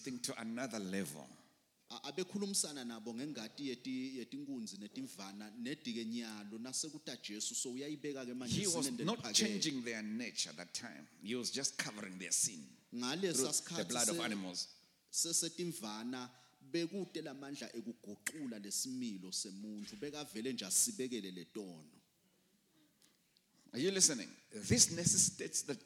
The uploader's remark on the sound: Recorded live at The Apostolic Hub.